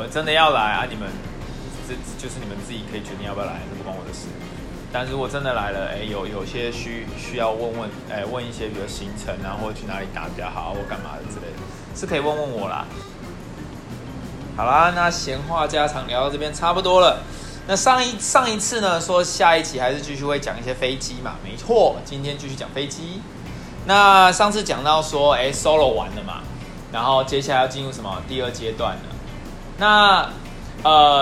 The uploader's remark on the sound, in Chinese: 不知道為啥這集錄音雜音有點重